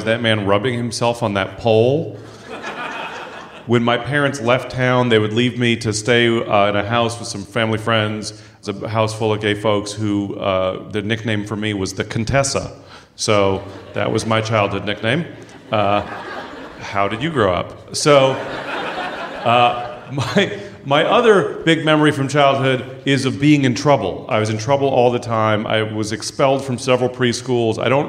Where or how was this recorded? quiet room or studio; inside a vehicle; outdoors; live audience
live audience